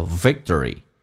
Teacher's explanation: 它有个轻度卷舌叫 victory